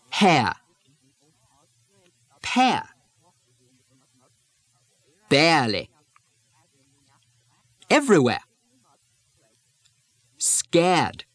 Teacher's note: The R drop from the air sound leaves the diphthong air